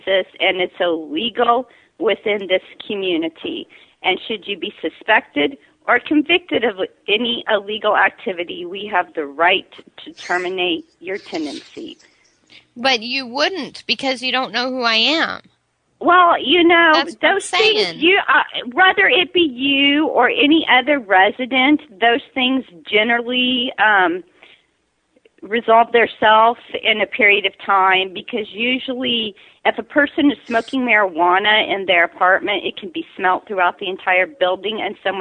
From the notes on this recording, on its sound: Prank Phone Calls Collection